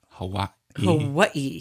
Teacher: Yeah, got to get that glottal stop in.